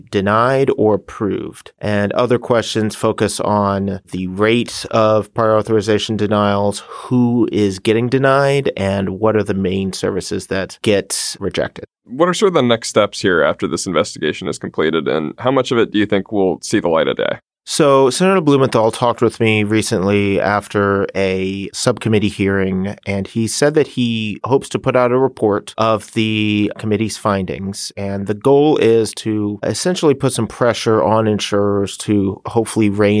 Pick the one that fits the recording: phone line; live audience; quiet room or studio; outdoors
quiet room or studio